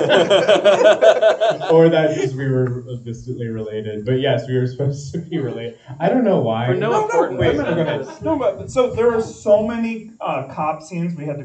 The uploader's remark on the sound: Live Event. Live Recording At Cinema Salem!